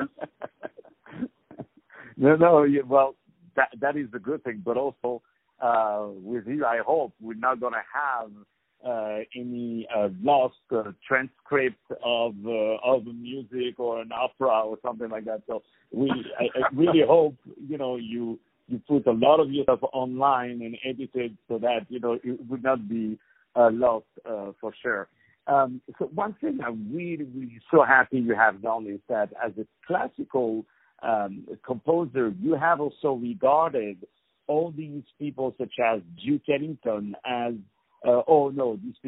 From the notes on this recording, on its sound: On the phone